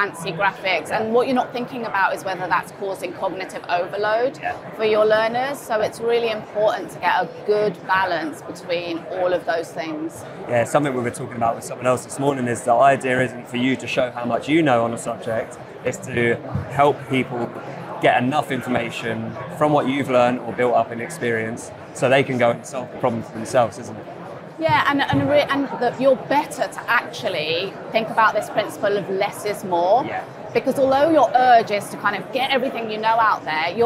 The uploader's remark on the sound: In this conversation recorded at Learning Technologies 2023.